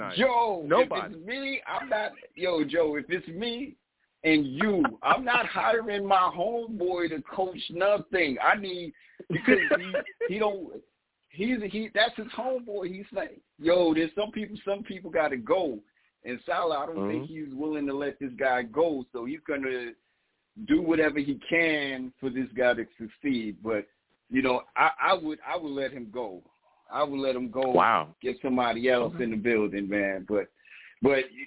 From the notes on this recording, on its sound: I take live callers!